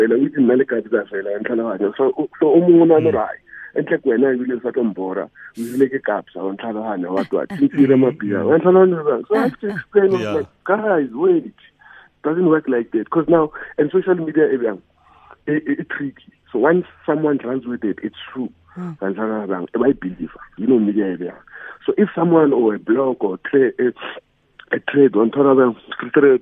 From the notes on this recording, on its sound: PHONE INTERVIEW